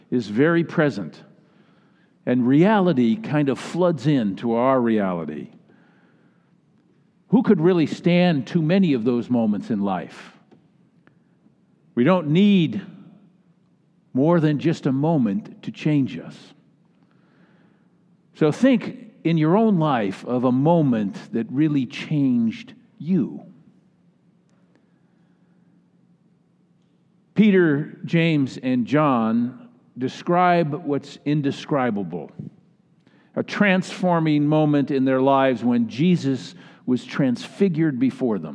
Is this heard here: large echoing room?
yes